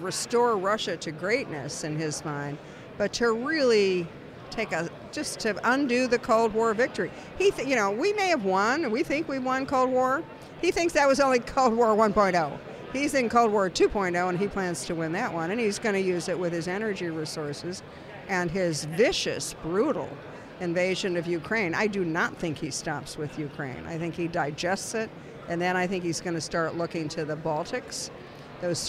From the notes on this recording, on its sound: joins the podcast from the Conservative Political Action Conference in Orlando, Florida